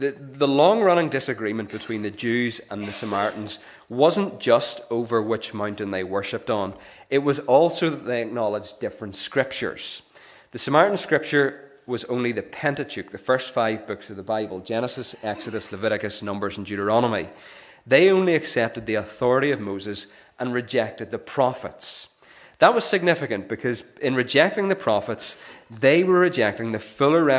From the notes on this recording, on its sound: This is the recording of the Bible reading and sermon from our morning service on Sunday 3rd September 2023.